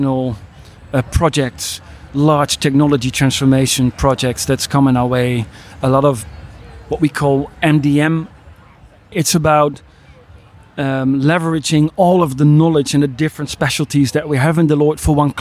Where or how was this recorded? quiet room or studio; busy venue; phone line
busy venue